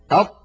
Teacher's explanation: تجدون بأن المخرج ينقفل انقفالا تاما. الطاء حرف مستعل، يعني عندما ننطقه ينضغط صوته إلى قبة الحنك، إلى سقف الحلق، فيتصعد الصوت ويصطدم بقبة الحنك بسقف الحلق، ويعود الصوت وله رنين مفخما. · بالنسبة للهمس وللجهر فالطاء مجهورة، يعني لا يجري معها النفس، فهي حرف ليس من حروف سكت فحثه شخص، إذن هي حرف مجهور لا يجري معه النفس. كما أن الطاء حرف شديد، يعني لا يجري معه الصوت، لأنه من حروف أجد قط بكت، أجد قط بكت، فالطاء لا يجري معها لا نفس ولا صوت. · Term: حرف الطاء